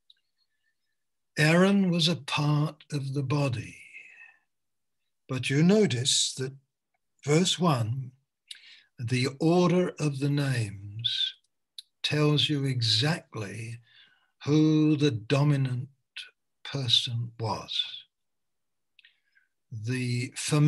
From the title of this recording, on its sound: Malaysia Meets (Zoom)